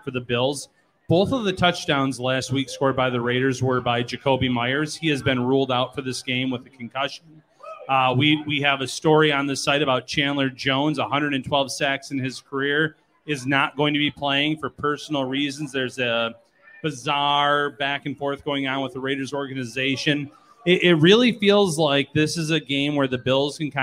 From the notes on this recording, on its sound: Live from Wingnutz North Buffalo.